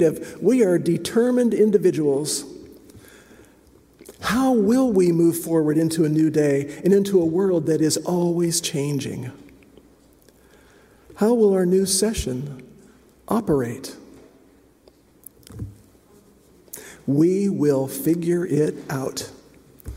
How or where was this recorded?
large echoing room